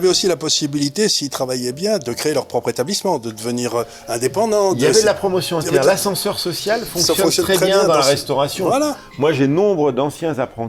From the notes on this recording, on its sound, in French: Émission enregistrée au restaurant Chez Françoise Aérogare des invalides Paris.